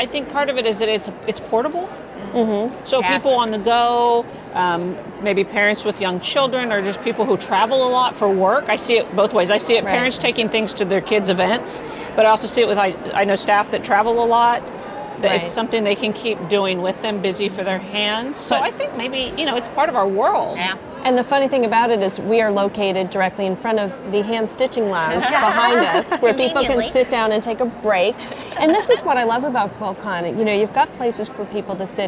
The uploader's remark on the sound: live from the QuiltCon show floor